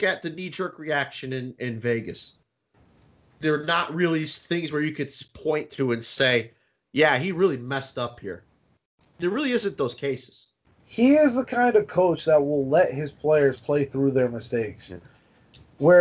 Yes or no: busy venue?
no